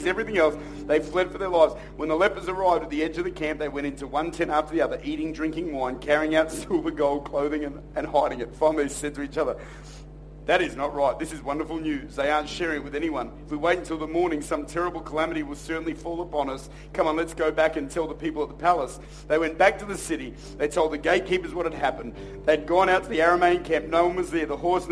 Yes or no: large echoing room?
yes